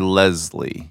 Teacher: … is correct because the S follows a vowel but precedes a consonant. So that's when you get the Z sound.